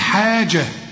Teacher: أنا قلت لك الحرف اللي يجي عليه فتحتين عدا التاء المربوطة يدوك ألف كاملة، لكن هنا التنوين الفتحتين أهم جم على التاء المربوطة، يبقى نقطاها إيه؟ التاء المربوطة بترجع لأصلها، أصلها هي، فتقول حاجة إذا وقفت.